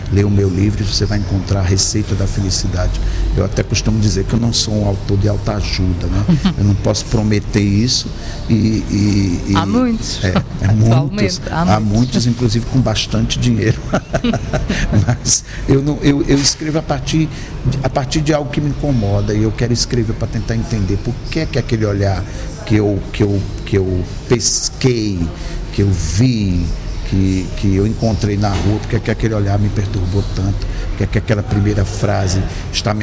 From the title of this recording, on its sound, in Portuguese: em direto do Festival Literário da Madeira